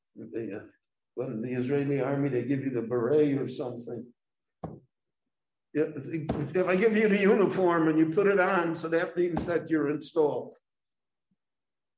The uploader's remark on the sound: This lecture on Parshat Tetzaveh was given LIVE in Jerusalem.